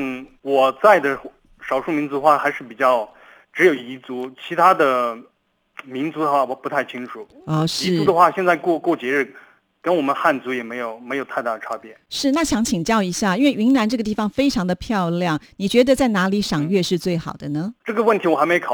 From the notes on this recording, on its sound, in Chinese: 央廣即時通-中秋節月圓人團圓現場call in+直播 特別節目。Call in電話不斷。